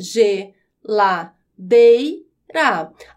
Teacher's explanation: Então, quando eu vou dividir a sílaba de geladeira, fica G, lá, dei, ra. A sílaba mais forte é dei, é a penúltima sílaba. Por isso, geladeira é uma palavra paroxítona. · Term: palavras paroxítonas